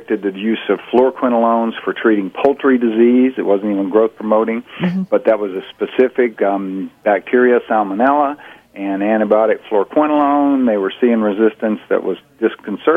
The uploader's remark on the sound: talks with us over the phone